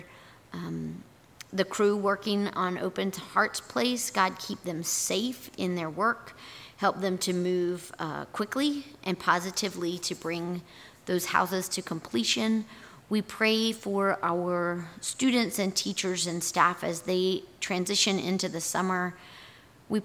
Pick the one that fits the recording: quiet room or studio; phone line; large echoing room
large echoing room